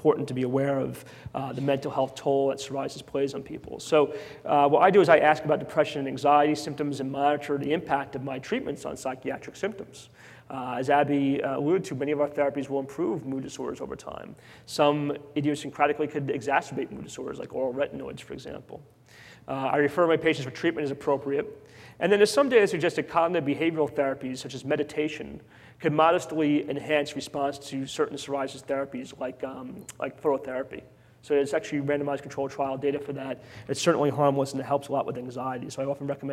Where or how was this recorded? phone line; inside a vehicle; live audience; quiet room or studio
live audience